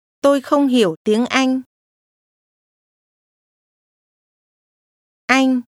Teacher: Did you hear the mid-level tone in the second part of English?